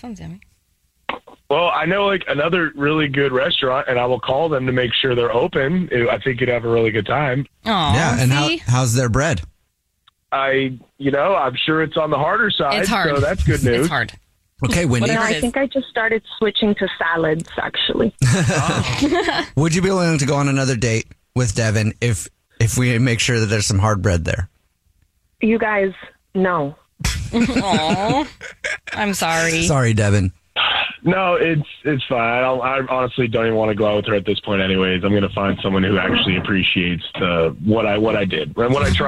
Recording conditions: phone line